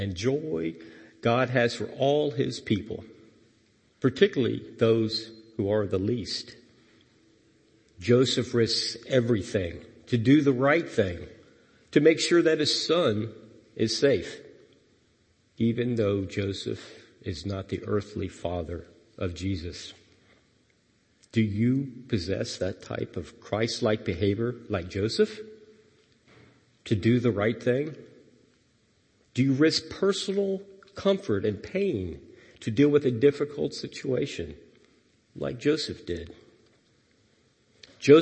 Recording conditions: large echoing room